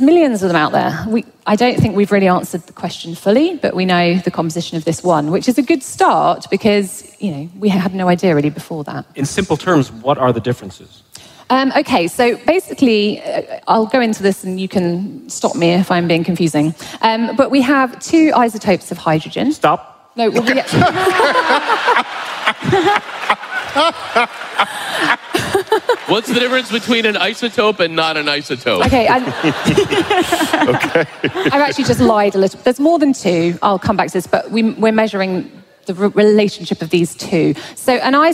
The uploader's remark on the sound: Recorded live at the Beacon Theatre in NYC.